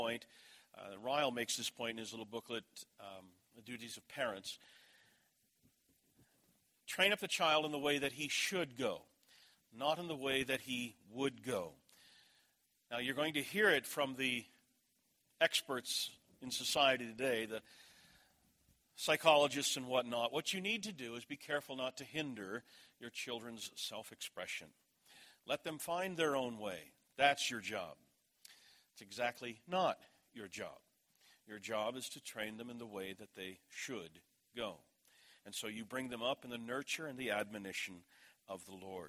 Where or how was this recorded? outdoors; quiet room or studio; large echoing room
large echoing room